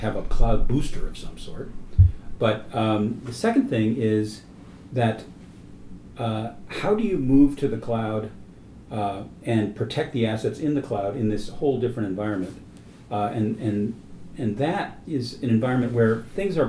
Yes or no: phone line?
no